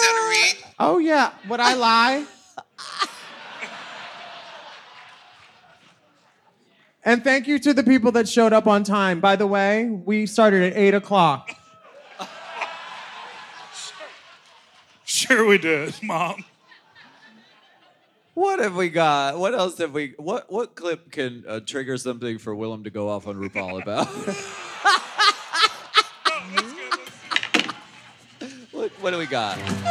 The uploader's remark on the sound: Race Chaser Live at Queens Theatre. This episode is audio highlights from this event.